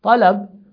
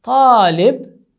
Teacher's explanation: But if you add an alif to the first character and you turn it to talib, so the vowel would be longer, not the short anymore · Shown in: second take · Term: long vowel